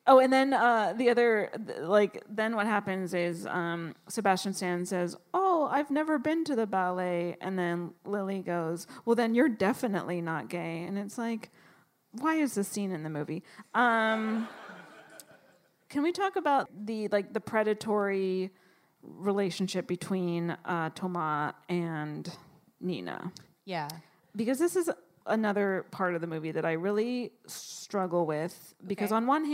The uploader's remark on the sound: live at the Brooklyn Podcast Festival!